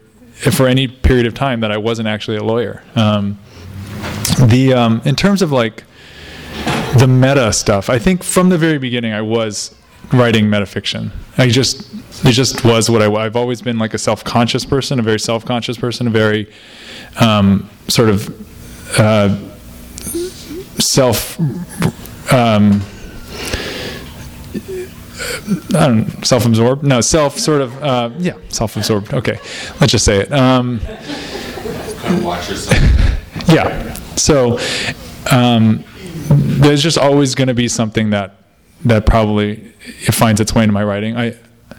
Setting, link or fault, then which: setting, live audience